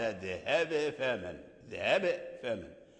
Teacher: لاحظت أن الباء تقلقل، قال ذهب فمن، ذهب فمن، قلقلة الباء هي التي أعطت لنا بيانا أقوى، يعني في بيان الباء من الفاء. اذهب فمن، فمن لم يقلقل الباء في اذهب اذهب فإن يدغمها، لا بد من القلقلة.